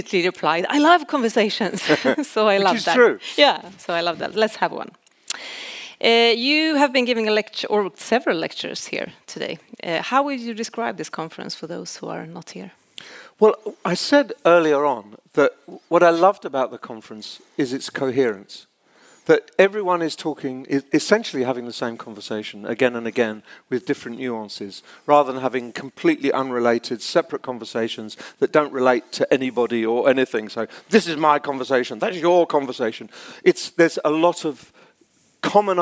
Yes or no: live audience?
yes